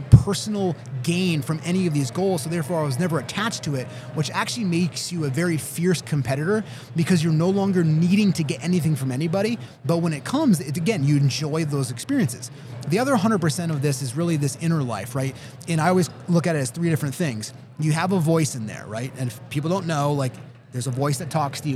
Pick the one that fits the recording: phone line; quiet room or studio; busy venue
busy venue